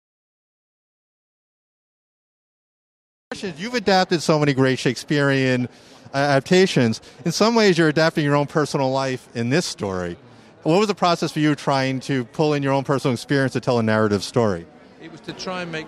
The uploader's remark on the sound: invited onto the 2022 Santa Barbara Film Festival red carpet to interview filmmakers